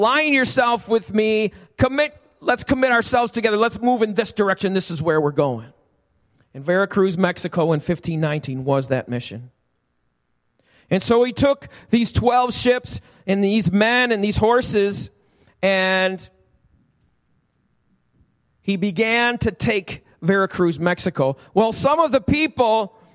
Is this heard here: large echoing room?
yes